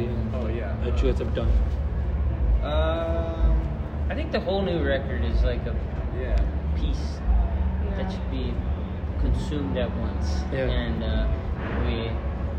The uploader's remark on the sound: We spoke at Treefort Music Festival in Boise. We met outside of this hotel/lounge area at Treefort Music Fest in Boise.